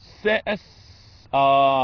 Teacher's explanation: ده همس مع اصفير بس في همس